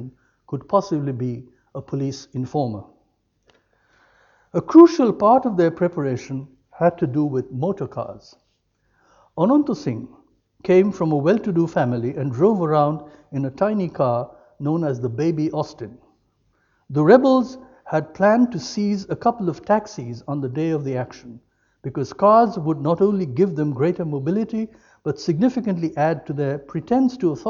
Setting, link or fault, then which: setting, large echoing room